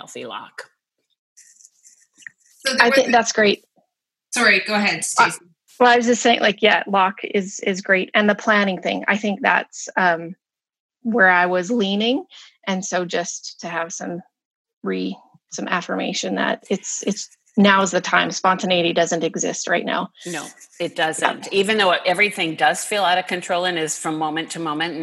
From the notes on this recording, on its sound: listen in on this group zoom conversation